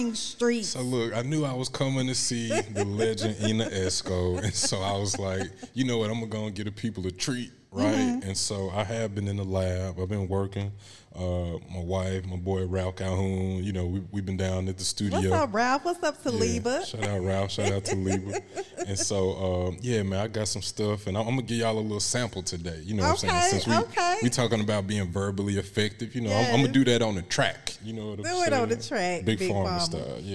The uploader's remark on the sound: Recorded live at Cossitt Library.